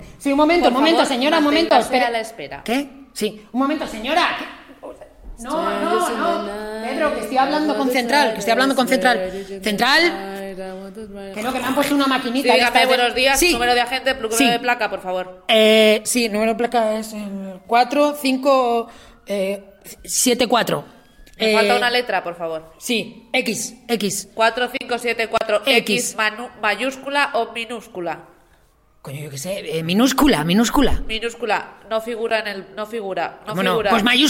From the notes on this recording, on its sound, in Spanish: Este podcast se graba en vivo y el sonido es el núcleo del show. Nos encontramos sobre el escenario del teatro Tribueñe de Madrid.